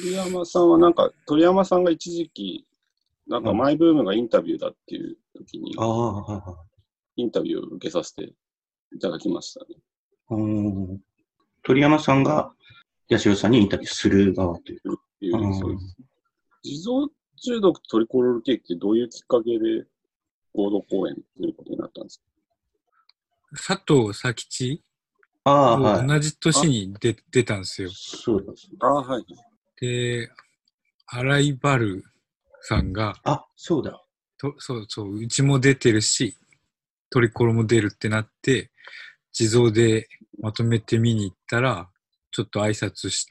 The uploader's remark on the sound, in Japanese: 収録地：それぞれの家（ZOOM収録）